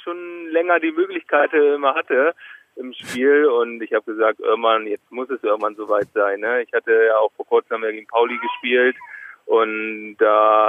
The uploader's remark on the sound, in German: am Telefon